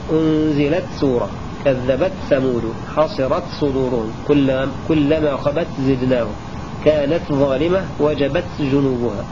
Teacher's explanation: أي أظهر ابن كثير وعاصم وقالون تاء التأنيث عند كل الأحرف الستة. يقرؤون هكذا: أنزلت سورة، كذبت ثمود، حصرت صدورهم، كلما خبت زدناهم، كانت ظالمة وجبت جنوبها.